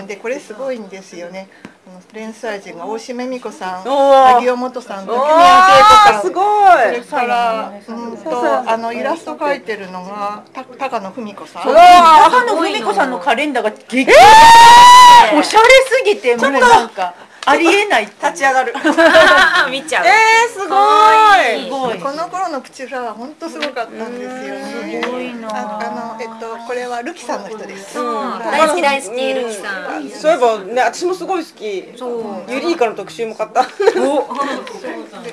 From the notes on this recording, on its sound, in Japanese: 公開収録イベント「少女漫画座談会」の後編です。